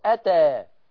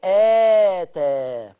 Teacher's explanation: فتح الهمزة دون مد، افتح الهمزة دون مد، مفيش مد · Shown in: first take · لكن هنا فآتى، افتح الهمزة مع مد الألف بمقدار حركتين، الهمزة تاخد حقها اللي هي الفتحة، والألف تاخد حقها بمقدار حركتين.